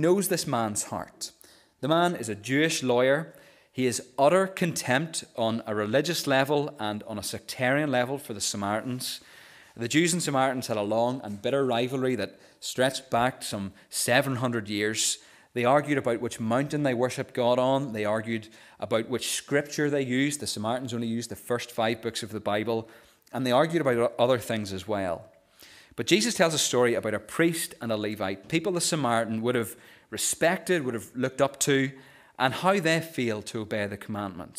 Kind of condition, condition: setting, large echoing room